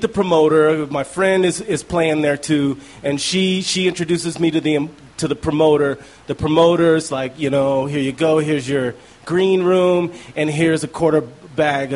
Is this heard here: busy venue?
yes